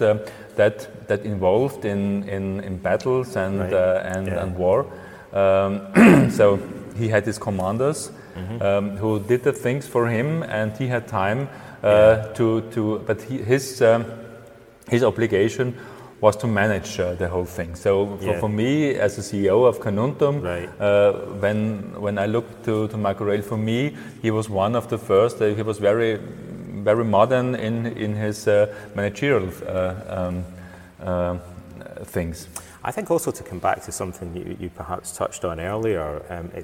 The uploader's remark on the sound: At the Museum Carnuntinum. I was visiting Austria for around a week. The audio was recorded live in the main hall of the reconstructed Roman villa in the archeological park, hence the acoustics.